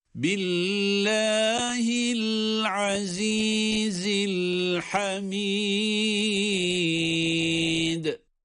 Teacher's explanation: el-Hamid kelimesinde de sondaki dal harfi dururken galgale ile duruyoruz.